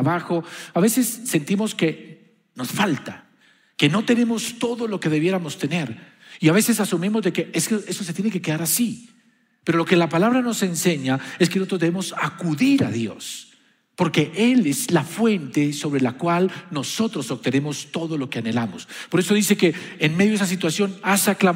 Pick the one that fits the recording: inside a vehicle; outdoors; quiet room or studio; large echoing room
large echoing room